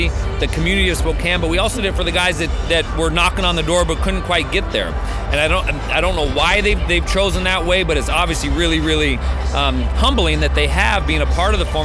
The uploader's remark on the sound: Live from Phoenix. Zags On Three is live in Phoenix at the Final Four!